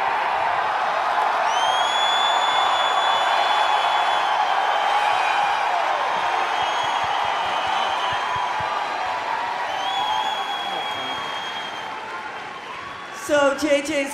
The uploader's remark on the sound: I’ve grabbed the audio from the panel